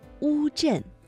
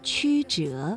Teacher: 读乌的时候，舌面的后部是抬高的，而吁呢，舌面的前部是抬高的。